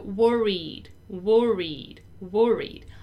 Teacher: It's not worried. It's more of a long I, worried. A long I and ending in a D.